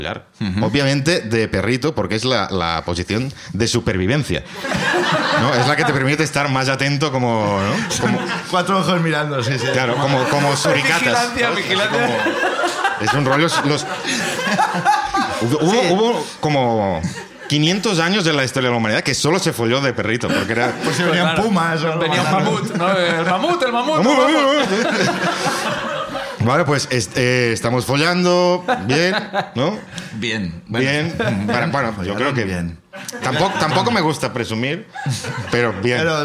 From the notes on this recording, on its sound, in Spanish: El público de La Llama sube al escenario